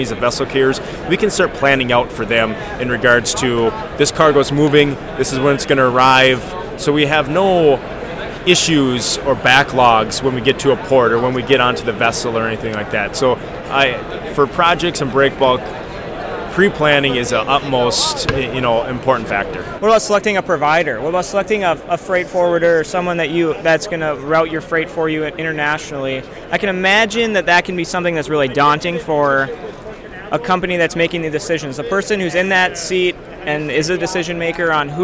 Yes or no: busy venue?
yes